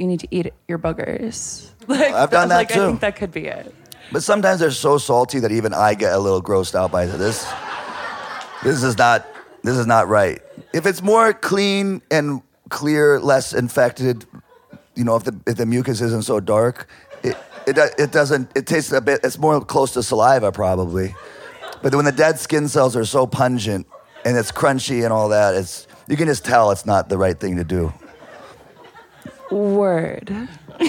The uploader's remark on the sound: It was recorded in front of a live audience at South By Southwest and is a collaboration with TuneIn.